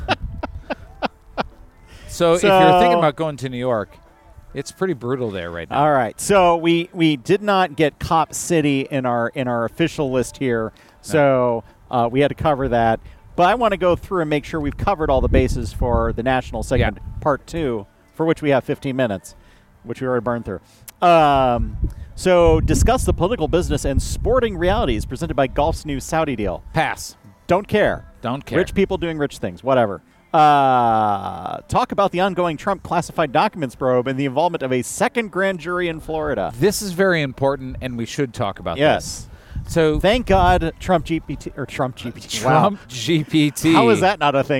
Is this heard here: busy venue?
yes